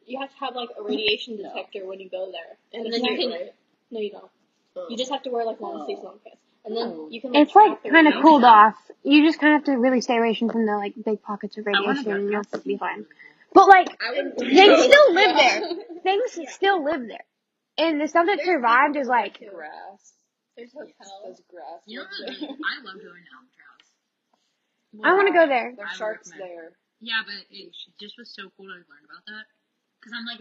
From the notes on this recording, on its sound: It’s our first group chat but we r working to get better audio.